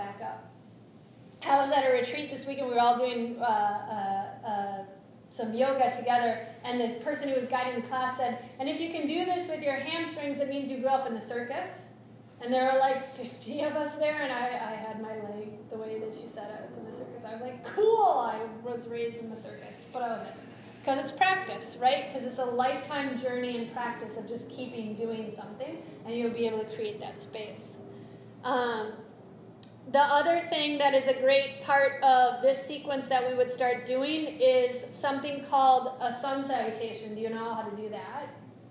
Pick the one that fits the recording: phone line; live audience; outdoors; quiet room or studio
live audience